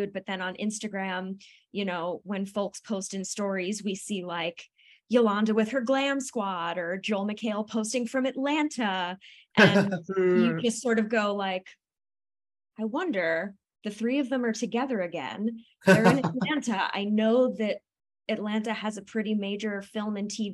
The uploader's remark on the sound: over a Zoom call